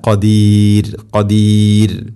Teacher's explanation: ഷൈഇൻ ഖാ ഷൈഇൻ ഖാ ഇവിടെ അവസാനത്തിൽ റായിനെ തെർക്കീഖ് ചെയ്യണം. ഖദീർ എന്ന് കനപ്പിക്കുകയല്ല വേണ്ടത്, തെർക്കീഖ് നേർപ്പിക്കുക. ഖദീർ അല്ല ഖദീർ.